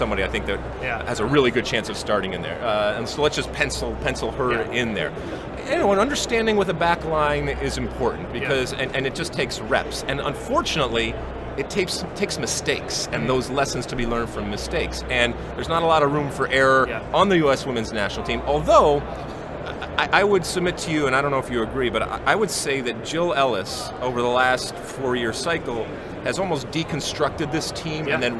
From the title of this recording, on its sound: Live from the 2019 USC Convention